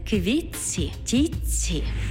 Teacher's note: У словах «квітці» та «тітці» звук «ти» переходить у м'який подовжений звук «ц»